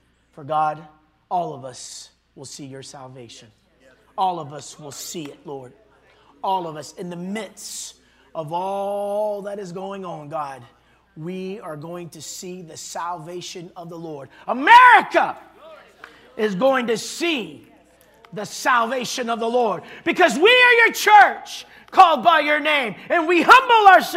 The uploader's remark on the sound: this was recorded on Saturday at Abundant Living Ministries